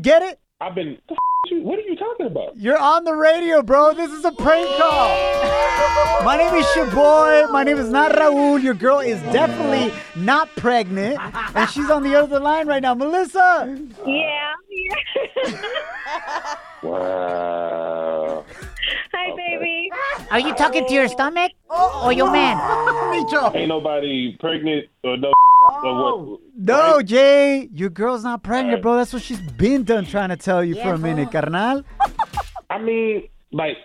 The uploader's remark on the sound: We opened up the phone lines and asked our listeners the craziest thing they've done to get their exes jealous!